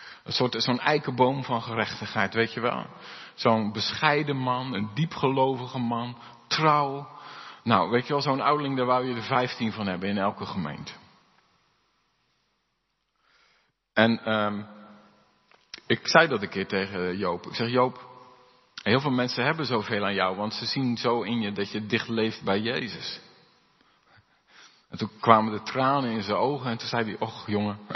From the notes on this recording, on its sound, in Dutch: Opgenomen in De Hoeksteen in Haren.